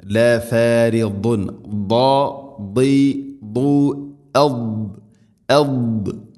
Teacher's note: ദാദിൻ്റെ ഉച്ചാരണം നാവിൻ്റെ ഏതെങ്കിലും ഒരു സൈഡ് അണപ്പല്ലുകളോട് ചേർന്ന് നിൽക്കണം.